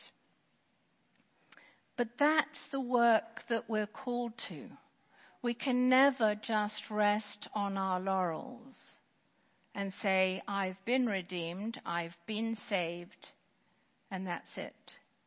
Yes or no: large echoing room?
yes